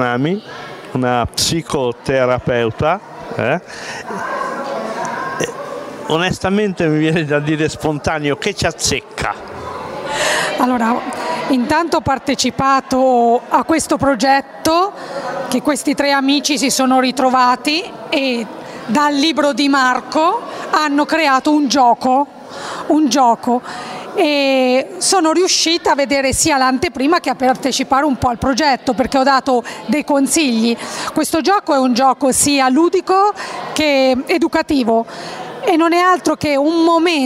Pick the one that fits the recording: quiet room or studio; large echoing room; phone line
large echoing room